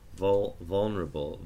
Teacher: some people have an L that isn't very alveolar in its nature · Term: dark L